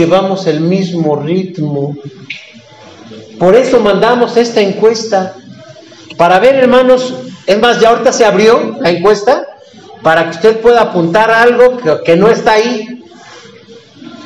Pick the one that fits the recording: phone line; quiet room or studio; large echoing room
large echoing room